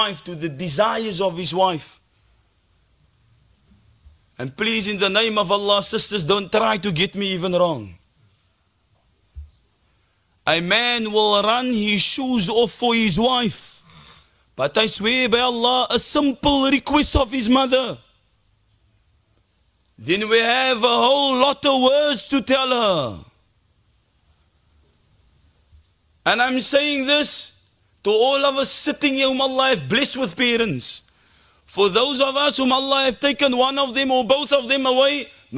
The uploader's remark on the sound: Bayview Masjid Jumuah